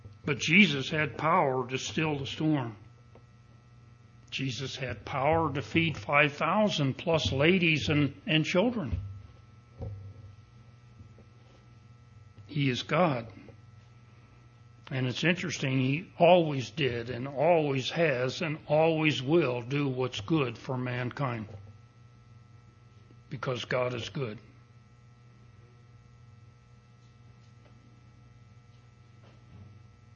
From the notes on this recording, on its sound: Recording of the sermon